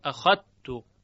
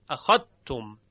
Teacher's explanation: شعبه حرف ذال رو در حرف تا یعنی تی دو نقطه ادغام می کند